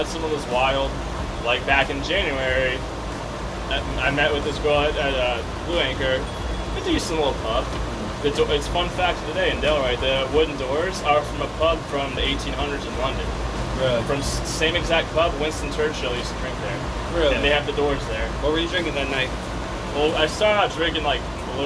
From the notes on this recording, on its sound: Just guys drinking a nice glass of whiskey and enjoying a cigar outside telling stories. Sorry about the background noise.